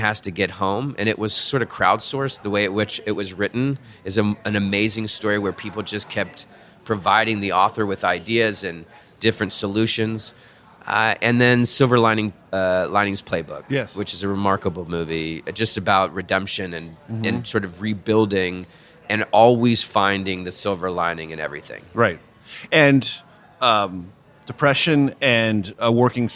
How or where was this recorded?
busy venue